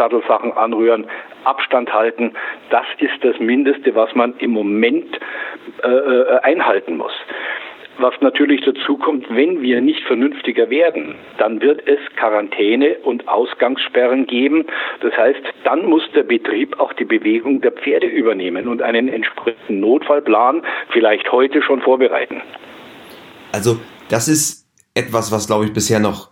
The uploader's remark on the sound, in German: Telefoninterview